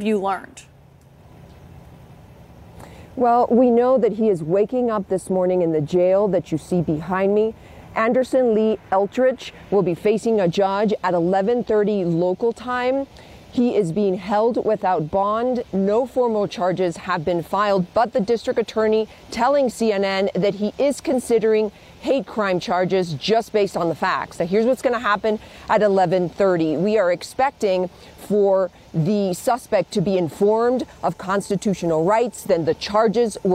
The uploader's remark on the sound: 6 people have been killed in a mass shooting at a Walmart in Chesapeake, Virginia. Reports live from the scene.